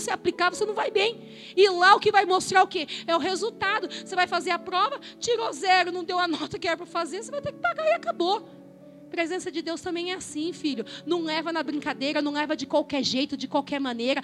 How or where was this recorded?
live audience